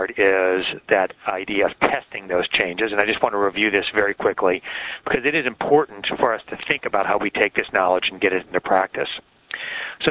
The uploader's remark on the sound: May 2006 Author in the Room® Teleconference